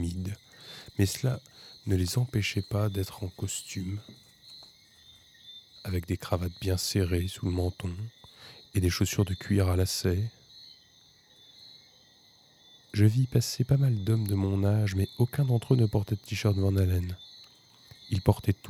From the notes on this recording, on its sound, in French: Enregistrement nocturne en extérieur.